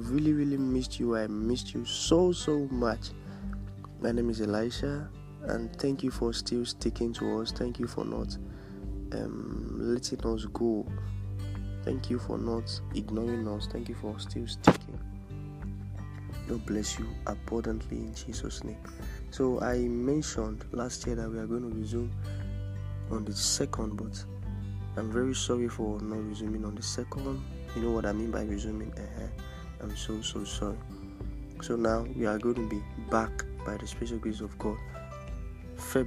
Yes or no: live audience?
no